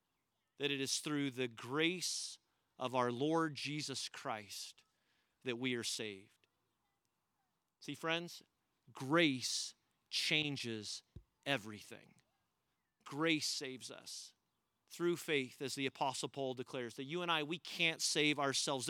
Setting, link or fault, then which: setting, outdoors